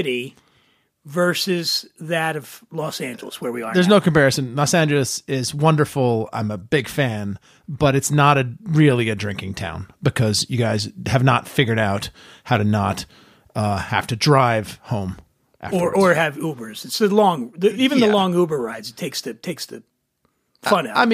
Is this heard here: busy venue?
no